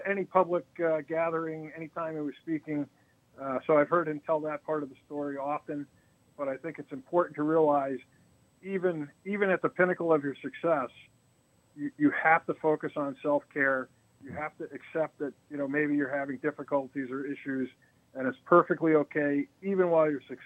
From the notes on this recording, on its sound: joined via telephone